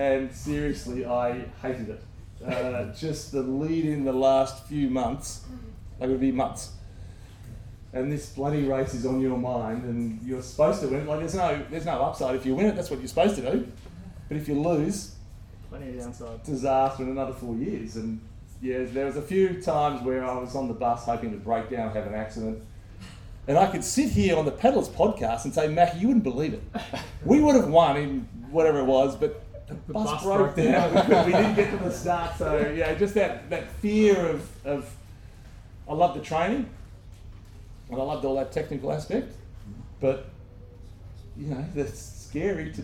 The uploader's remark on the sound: LIVE at the World Championships. In Perth at the 2023 ICF Ocean Racing World Championships, and we're so grateful for the crowd that turned out! The sound quality isn't perfect.